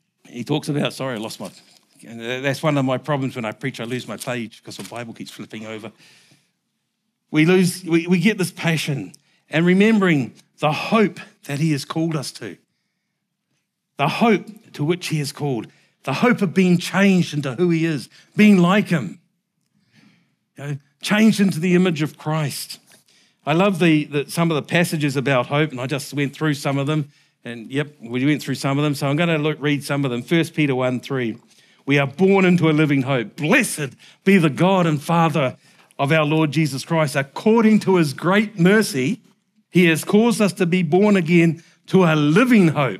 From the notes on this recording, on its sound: Recorded at the Hukanui Bible Church morning service on Sunday the 16th of July 2023 during the 10:00 am service.